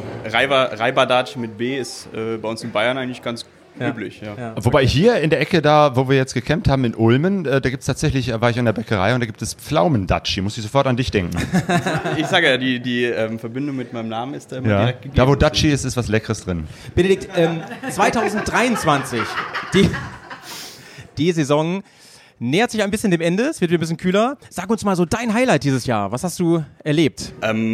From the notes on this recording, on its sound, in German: Live im Café Fahrtwind. Es entstand ein Livepodcast mit Motorradreisenden, Motorradmedienmacherinnen und dem wunderbarsten Publikum.